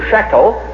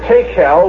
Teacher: The SH or shin has become a T sound.